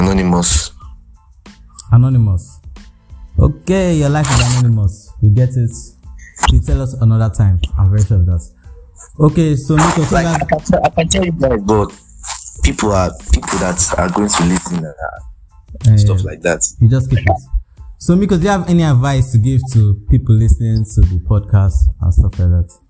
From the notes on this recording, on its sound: We tried our best on the audio. We Just Ordered For A Mic And It's Coming Soon.